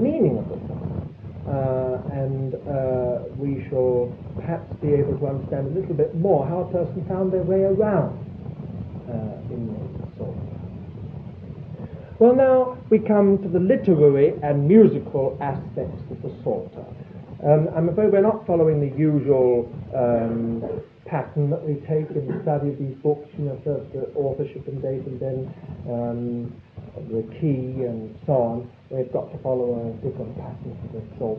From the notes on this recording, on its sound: Audio quality is very poor